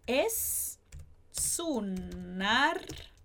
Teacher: A gente vai acabar conectando esse N de un com o A de árbol também.